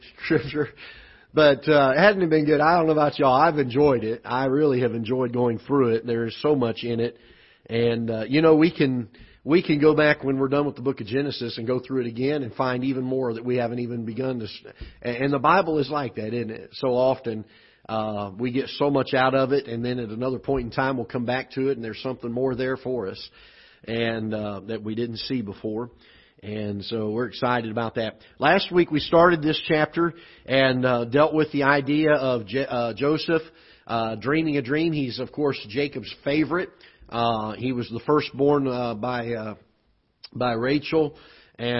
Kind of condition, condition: setting, large echoing room